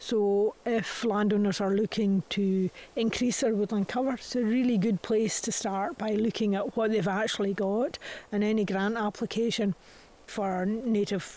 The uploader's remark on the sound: Recorded on site at Tanish National Nature Reserve